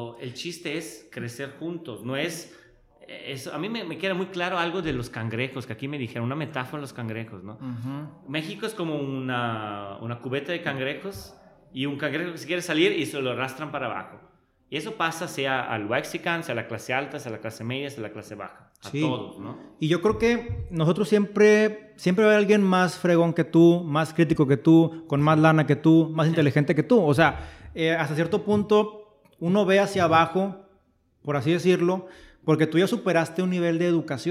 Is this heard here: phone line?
no